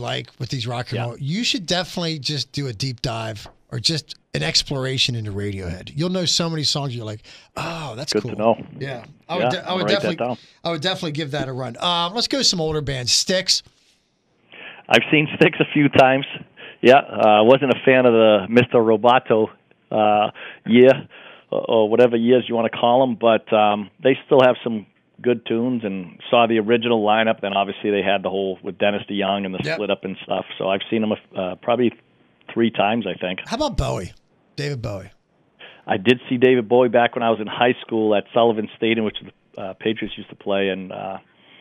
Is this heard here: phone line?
yes